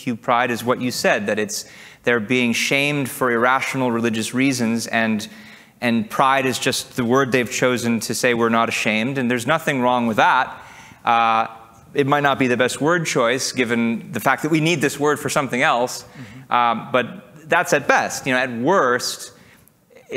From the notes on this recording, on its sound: Recorded July 2, 2023, at OCON in Miami, Florida.